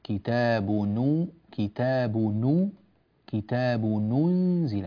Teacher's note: ضمي التنوين ضما كاملا، كتاب نو كتاب نو كتاب ننزل، ولا تقولي كتاب نو نو نو، هذا ضم ضعيف، نو هذا ضم كامل.